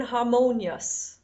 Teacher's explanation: So it's just a straight ahead long ah, ha. We also see that in harmonious.